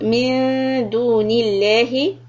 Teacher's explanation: noon will be ikhfa and lafz jalala lam will be soft